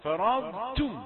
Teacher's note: الضاد صوتها المستطيل فرض لا تدغمها